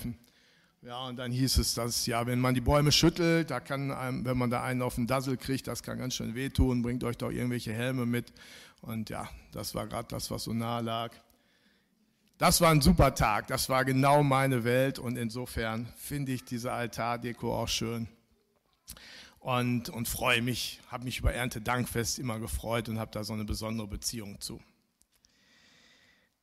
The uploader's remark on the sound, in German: Aufzeichnung der Predigt des Gottesdienstes